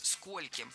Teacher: В слове «сколько» во всех формах ударение ставим на первый слог.